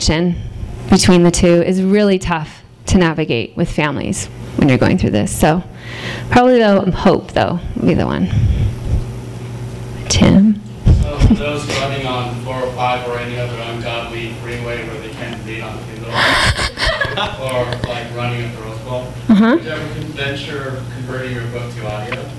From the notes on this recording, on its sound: THIS EVENT WAS RECORDED LIVE AT SKYLIGHT BOOKS ON OCTOBER 16, 2012.